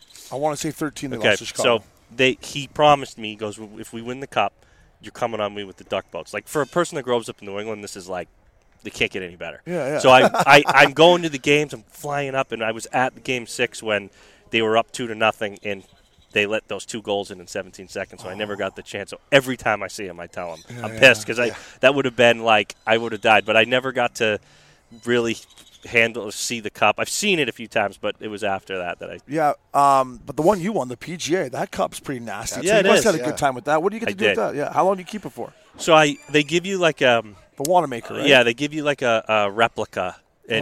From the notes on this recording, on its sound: From the WM Phoenix Open. Take the #FellaTour from Las Vegas to Scottsdale for Golf a the WM Phoenix Open! Live from the DraftKings Sportsbook Suite at the Kiva Club.